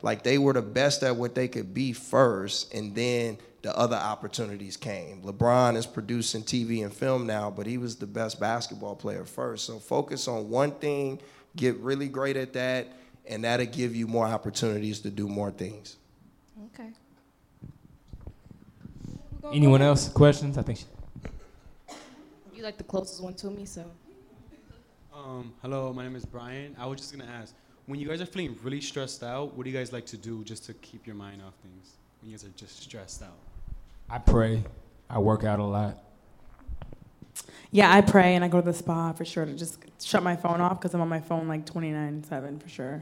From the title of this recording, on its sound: Live Panel